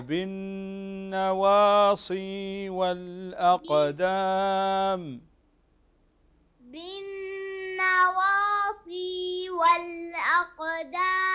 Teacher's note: النون المشددة تغن بمقدار حركتين